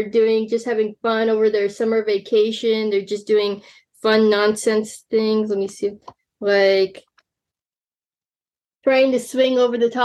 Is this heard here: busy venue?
no